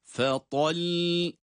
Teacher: Fe'tal. Burada lam harfi şeddeli olduğu için duruşumuzda lam harfini iki sakin harf olarak okuyoruz. Yani lam harfini iki defa sakin olarak okuyoruz.